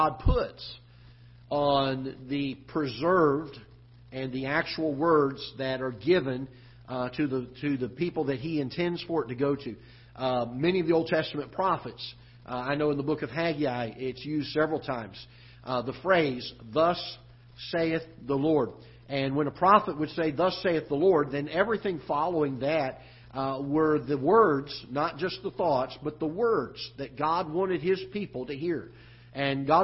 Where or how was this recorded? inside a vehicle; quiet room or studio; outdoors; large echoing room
large echoing room